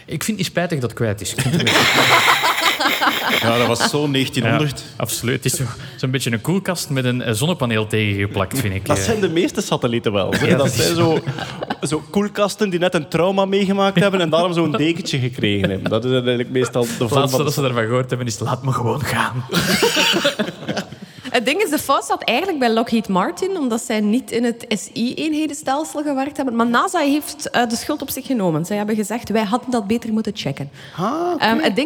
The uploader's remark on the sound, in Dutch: Live op DS Podcastfestival. Een Nerdland special live op het Standaard Podcastfestival.